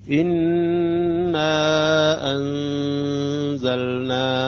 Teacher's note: أيضا أؤكد على صفة الغنة، وعندما نأتي بالإخفاء يجب أن نتأخر على النون الساكنة بالإخفاء مقدار حركتين، أي مكان عندما نقول مع الغنة يعني مع حركتين في المكث على الحرف، تأخر على الحرف لا نتعدى الحرف بسرعة.